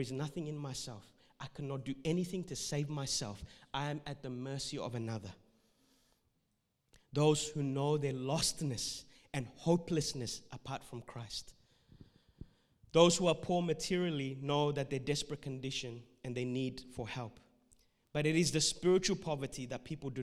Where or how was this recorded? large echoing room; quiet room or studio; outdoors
large echoing room